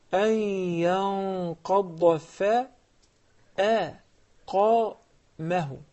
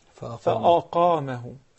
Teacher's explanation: changing the tone and from soft to heavy and back to soft · Shown in: first take